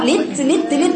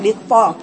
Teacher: لام مكسورة بعدين تدخلي على طاء ساكنة مستعلاة مطبقة ثم تدخلي على طاء مفتوحة · Shown in: second take